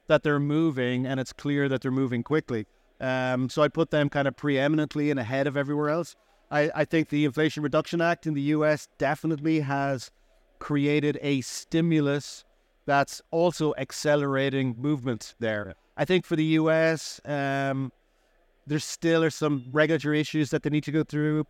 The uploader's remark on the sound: Recorded live at ADIPEC 2023.